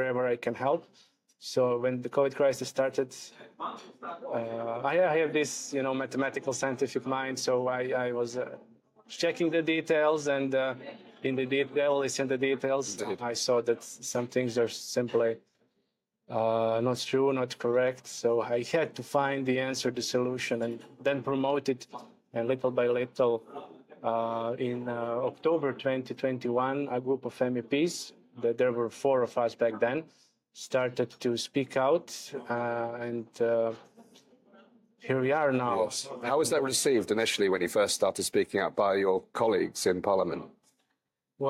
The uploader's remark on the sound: recorded at the International Covid Summit